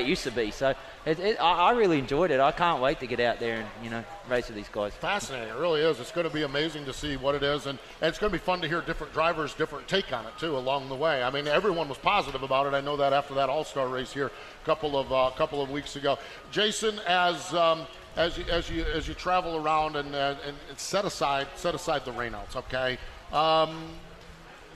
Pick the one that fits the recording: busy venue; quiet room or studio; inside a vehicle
busy venue